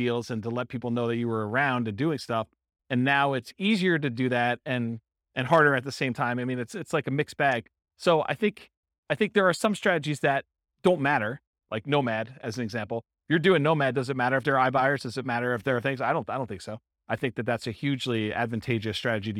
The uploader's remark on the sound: This was a live class recorded. Real estate investors and real estate entrepreneurs in Austin, Texas.